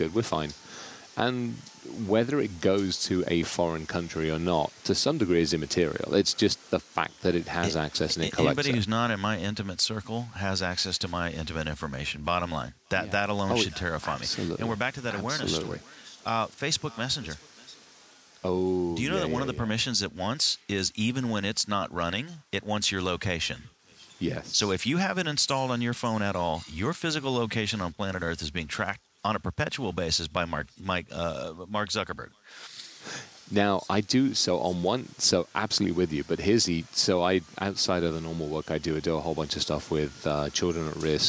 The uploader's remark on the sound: recording from the HIP Global 2023 conference in NYC.